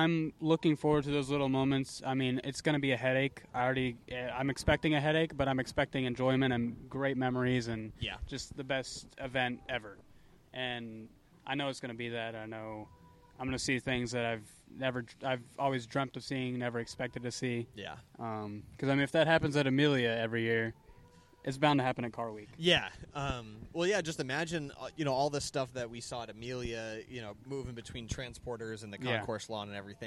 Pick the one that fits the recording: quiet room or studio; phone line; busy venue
busy venue